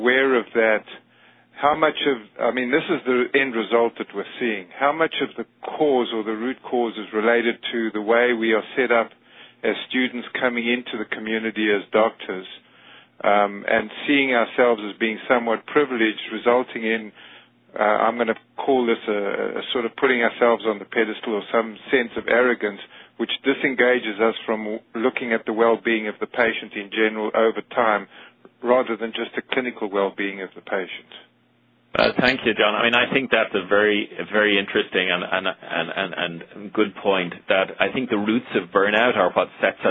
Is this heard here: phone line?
yes